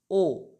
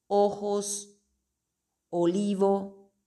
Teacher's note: La letra O siempre va a tener este sonido. O. Siempre cerrado y nunca abierto como en portugués · Siempre cerrado y nunca abierto como en portugués, o. Siempre o.